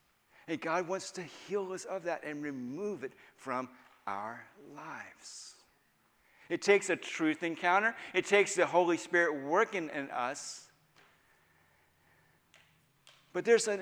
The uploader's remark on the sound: Final Session of All Souls' Ignite Conference (Inner Healing) Weekend.